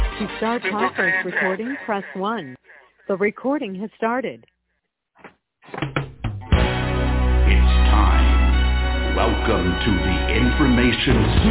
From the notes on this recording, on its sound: TNTSuperfantastic Conference Call